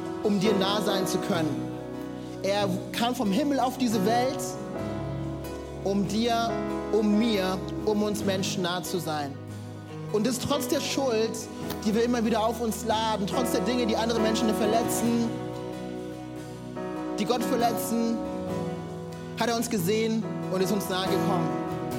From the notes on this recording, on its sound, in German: Audiomitschnitt der Predigt vom 16.